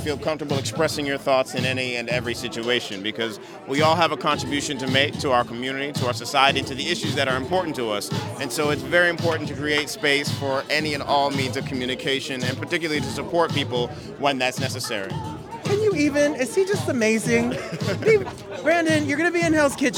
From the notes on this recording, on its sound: live on the red carpet!